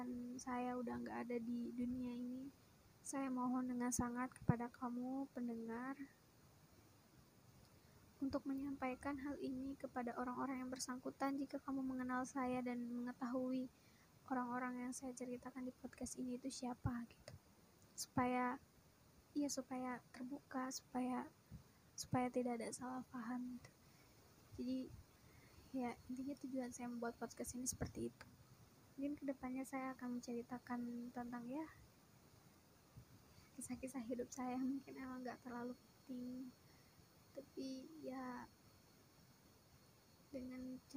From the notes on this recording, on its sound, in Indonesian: maaf kalo audionya kurang bagus atau suara saya yang kurang jelas.